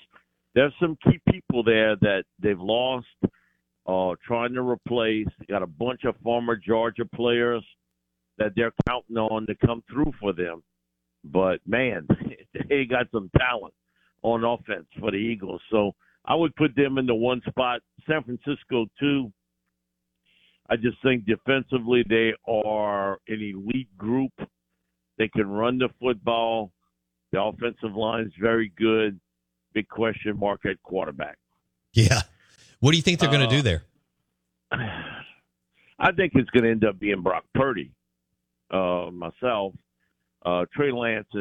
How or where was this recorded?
phone line